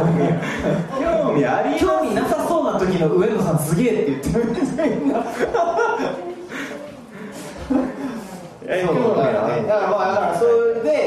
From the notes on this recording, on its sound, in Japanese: 心斎橋イーエで開催されたイベント「バーニンクリスマス2023」の音声です